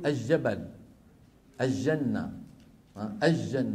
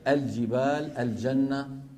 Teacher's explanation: لام التعريف عند الجيم خاصة عند أمثالنا أهل الشام العامة غالبا بيجيبوها شمسية · Shown in: first take · Term: معاملة اللام الشمسية